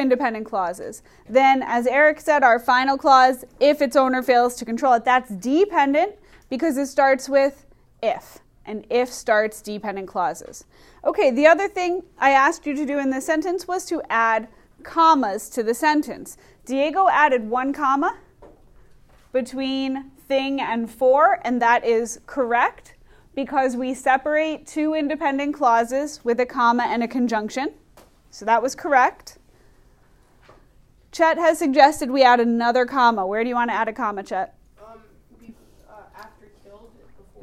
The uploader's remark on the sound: Recorded in class on 11/5/19